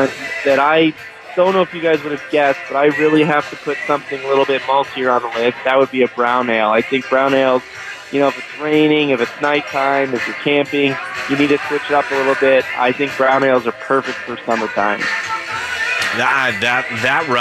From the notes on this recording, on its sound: We're live at Bruz Beers for their one year anniversary party! There's live music, food, games and much more!